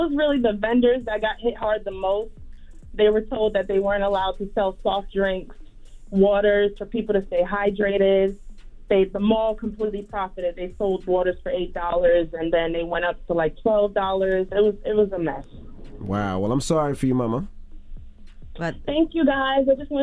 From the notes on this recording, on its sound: Opened the phone lines. The next topic they had their listeners call up to answer.